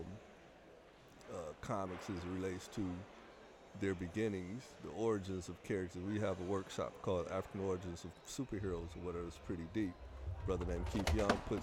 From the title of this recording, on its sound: Live at Downriver Comic-Con (Day 2)